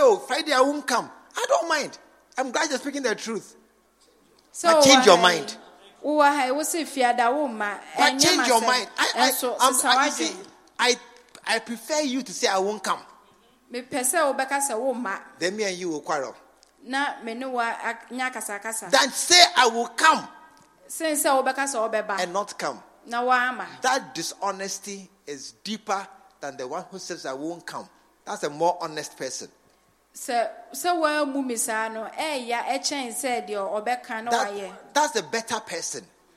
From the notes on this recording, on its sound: Preached at the True Vine Cathedral, Bantama